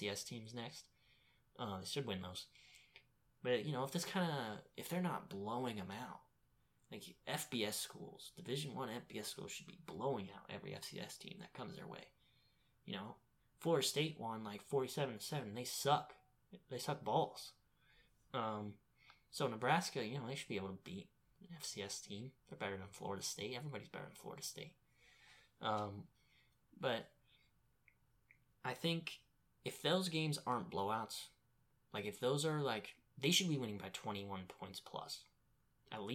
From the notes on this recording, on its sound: Audio is a bit quiet in this trailer episode.